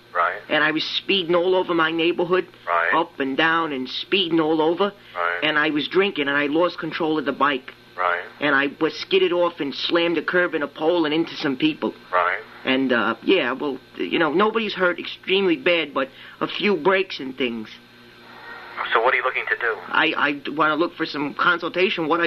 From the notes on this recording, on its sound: Prank Phone Calls